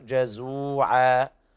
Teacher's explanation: بيان حرف المد الطبيعي في قوله تعالى جزوعا هكذا لا يزيد عن حركتين